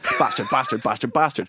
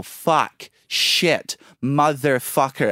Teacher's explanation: When Americans swear, because they're musical, because they're happy, they elongate the vowels. · Shown in: second take